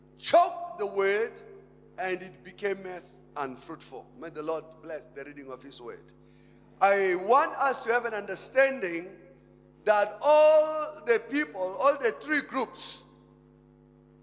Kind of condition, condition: setting, large echoing room